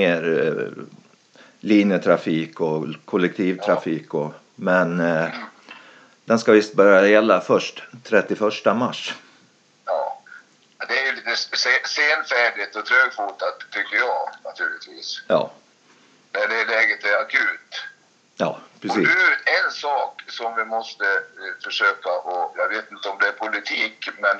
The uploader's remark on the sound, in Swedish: Istället för att träffas som vanligt spelar vi in via telefon. Så ljudkvaliteten på dagens avsnitt blir lite sämre.